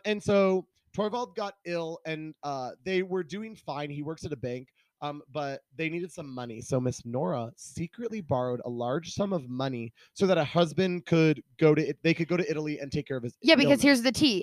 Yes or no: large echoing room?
no